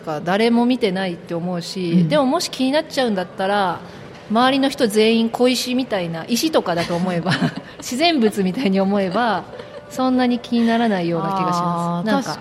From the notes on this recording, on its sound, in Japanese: 公開収録